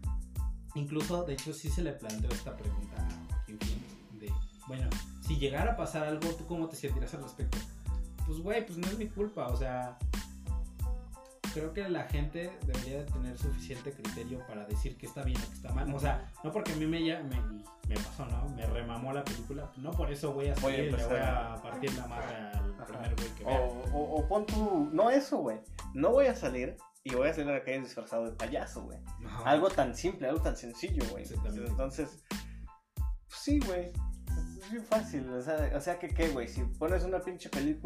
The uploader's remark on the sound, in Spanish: Aun estamos probando audios y perfeccionando micrófonos, perdón por la calidad :(